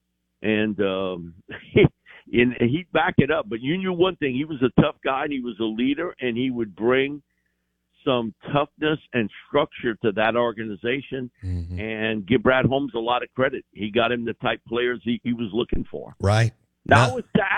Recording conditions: phone line